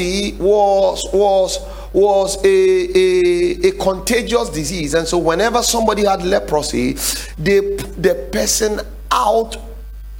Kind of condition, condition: setting, large echoing room